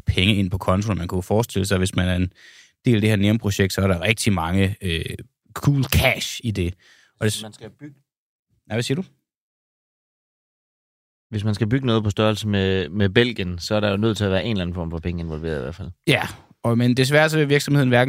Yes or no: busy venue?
no